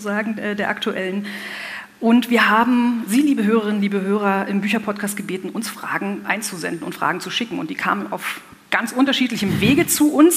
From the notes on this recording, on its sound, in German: Hatten zudem die seltene Gelegenheit, auch ein Live-Publikum zu Wort kommen zu lassen. Auf dem Podcast-Festival auf dem F.A.Z.-Kongress "Zwischen den Zeilen".